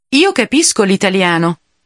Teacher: noticing how the L sound gets tacked on to the following word · notice how the L sound almost becomes part of the word italiano